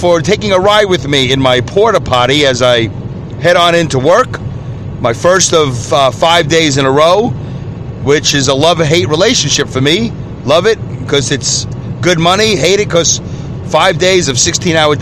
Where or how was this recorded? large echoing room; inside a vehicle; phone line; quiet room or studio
inside a vehicle